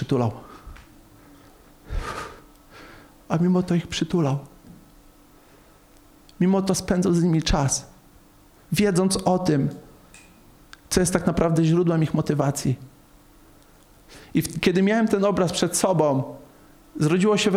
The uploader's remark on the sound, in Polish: Nauczanie zostało nagrane podczas spotkania Makrogrupy NOF Church 18.11.2021 r.